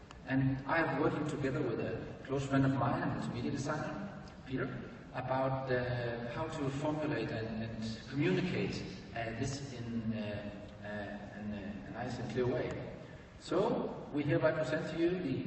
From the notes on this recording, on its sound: Presentation on October 23, 2015 at Wonca Europe Conference in Istanbul, Turkey